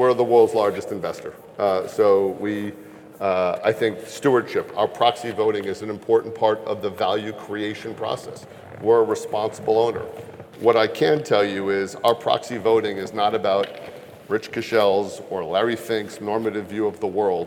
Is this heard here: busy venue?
yes